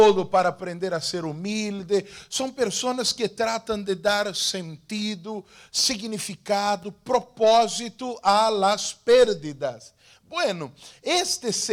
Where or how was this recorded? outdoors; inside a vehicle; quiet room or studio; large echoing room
large echoing room